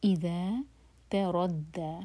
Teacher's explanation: اذا تردد تا لائٹ را ہیوی اور پھر دا لائٹ